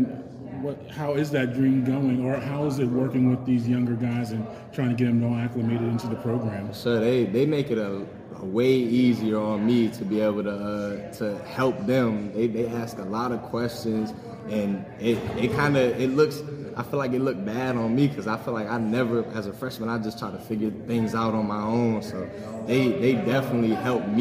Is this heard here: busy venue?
yes